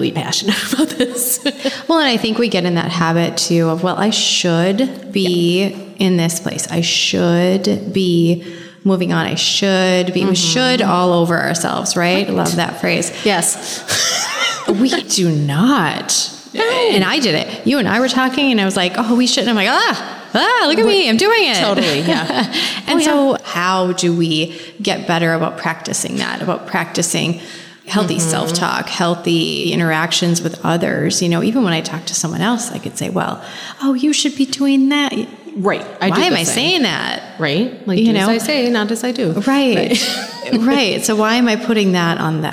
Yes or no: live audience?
yes